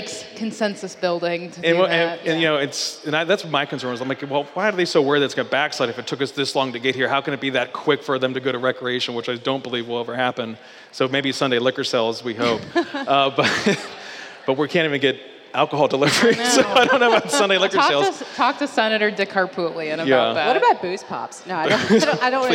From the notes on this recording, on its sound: Live from Sumter Original Brewery